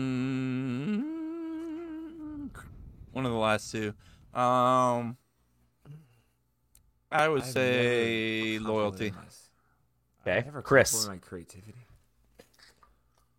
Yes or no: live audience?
no